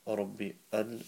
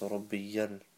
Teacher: The ya has to be pronounced, it's not Rabbi al, it's Rabbi yell. · Shown in: second take